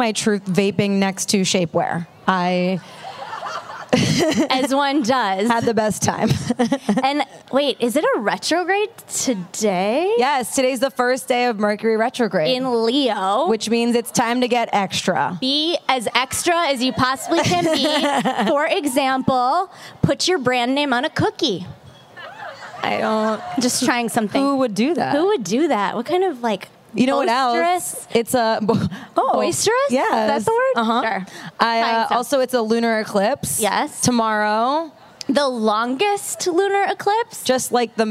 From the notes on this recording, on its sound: Live! At The Grove in Los Angeles. A live show at Los Angeles’s premiere spot for wellness in the form of retail therapy, The Grove.